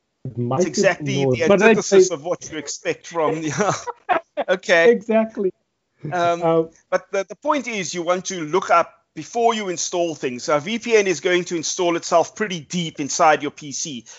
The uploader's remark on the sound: Recorded via Skype